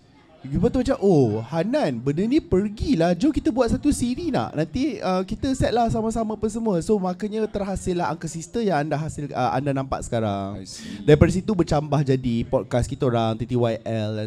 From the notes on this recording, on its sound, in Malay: Di tengah-tengah keseraman dan keghairahan Festival Seram Buku Prima